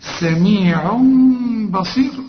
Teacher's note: بيقول لك اقلب التنوين لميم واخفيه، سميع بصير ما تضمش شفافك · Term: إقلاب